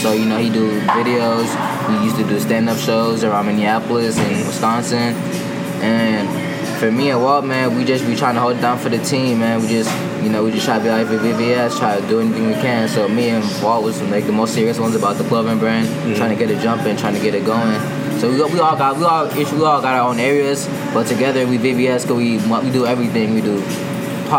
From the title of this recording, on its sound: Starbucks Convo